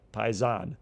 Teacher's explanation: Paizan with the accent on the last syllable